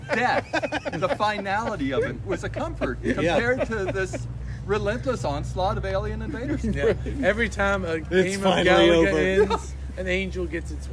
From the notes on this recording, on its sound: we are outside again with the church bells, traffic